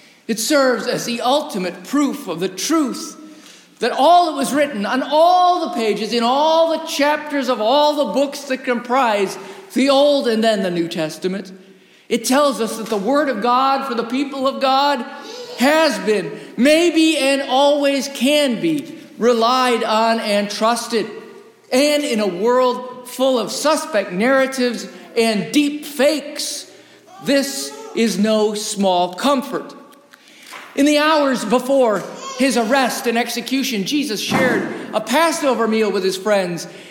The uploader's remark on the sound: Recorded live in the historic, 317-year-old sanctuary of (Old) Rehoboth Presbyterian Church, the "Birthplace of American Presbyterianism".